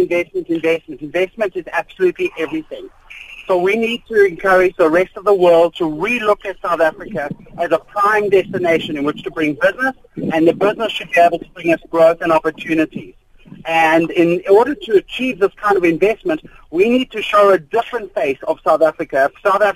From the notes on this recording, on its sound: On the line we are joined.